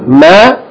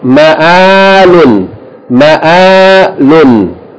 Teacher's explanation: Because it's hamza. Hamza is a stop, okay? If you hamza, you have to make a break in the word, there's a glottal stop, and then pronounce its vowel elongated by aleph.